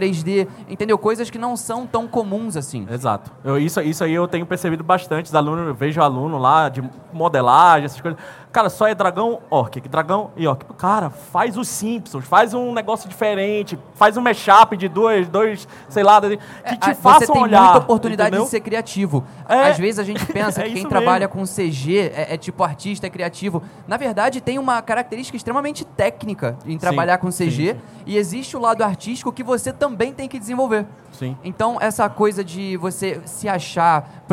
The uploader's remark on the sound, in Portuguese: gravado diretamente do MELIES Stage na Unhide Conference 2019